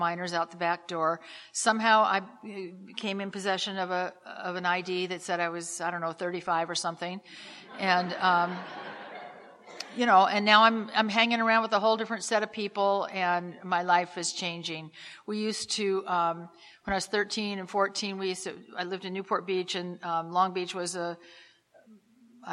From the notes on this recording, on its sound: Telling her story at the Live at Pine Lake Speaker Meeting held every Saturday Night in Seattle in Dec of 2016.